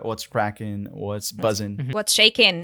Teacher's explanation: there's always this verb that you lose the G